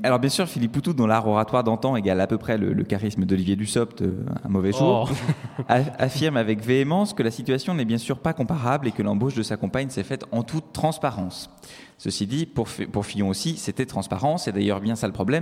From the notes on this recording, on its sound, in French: A l'occasion des 25 ans de Radio Campus Paris. En direct du musée des Arts et Métiers dans le cadre de l'exposition "Permis de Conduire".